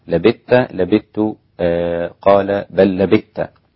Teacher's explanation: إدغام الثاء في التاء عند الإمام أبو عمرو